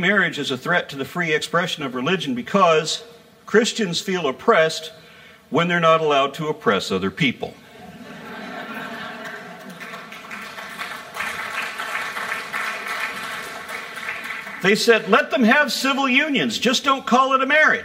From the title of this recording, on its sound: (Live) Oklahoma Freethought Convention 2015